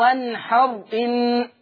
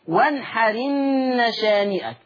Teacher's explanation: وانحرن مش بقى وانحر ان، لا، شيل الهمزة، انقل الحركة بتاعتها للحرف الساكن اللي قبل منها · Shown in: second take